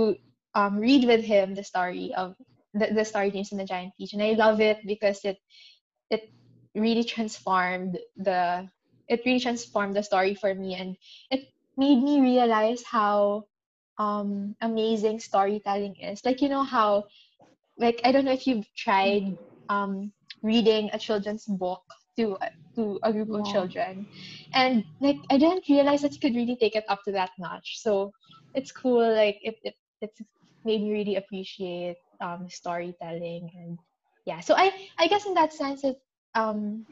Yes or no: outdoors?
no